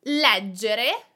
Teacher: Leggere, it means to read, and the accent is on the first E.